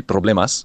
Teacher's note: you've obviously still got the rolling R there, but the S is still an S sound, problemas.